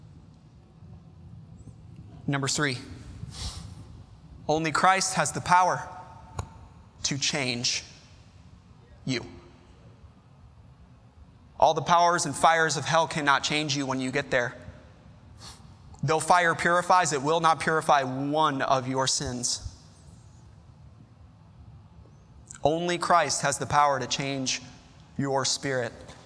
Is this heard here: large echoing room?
yes